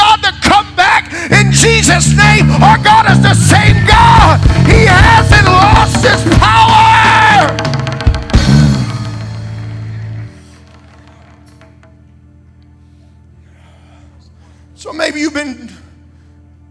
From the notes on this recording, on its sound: Recorded in Hollywood, FL at Kingdom Of GOD Ministries on 03/09/2023